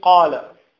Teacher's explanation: مثلا أن تقول إذا قلت قال، فالقاف حرف مفخم مستعلي، فالألف بعده تكون كذلك مفخمة، تقول قا، ولا ينفع أن تقول قا، تأتي بالقاف مفخمة وبعد ذلك الألف ترققها، ما ينفع.